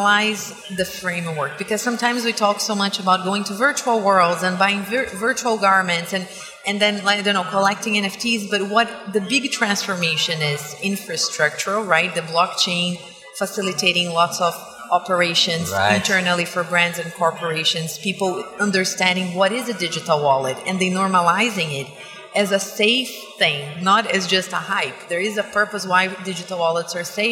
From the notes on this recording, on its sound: This episode was recorded at the podcast booth at Web Summit on November 2, 2022.